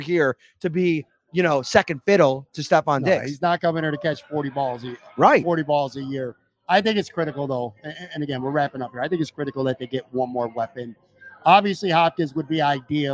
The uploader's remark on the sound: It’s another Imperial Live Series episode on Talking Buffalo. Streamed live from Imperial Pizza in South Buffalo. Thank you again to Imperial Pizza (1035 Abbott) for hosting this live series.